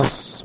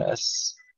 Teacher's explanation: فخم الصاد جيدا، أص وليس أس · Shown in: first take